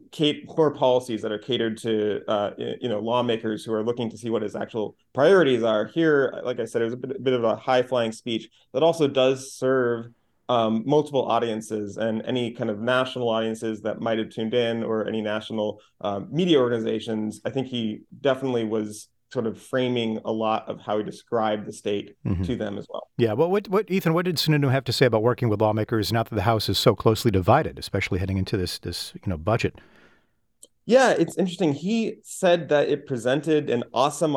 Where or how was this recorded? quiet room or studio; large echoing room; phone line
quiet room or studio